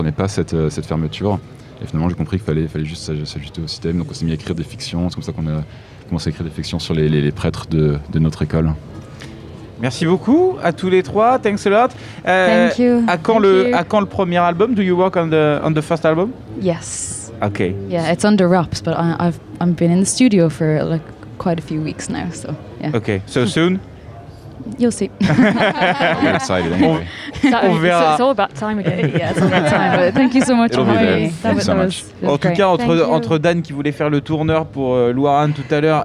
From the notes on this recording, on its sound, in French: Enregistrée aux Trans Musicales de Rennes en décembre dernier. Enregistrée aux Trans Musicales de Rennes en décembre dernier.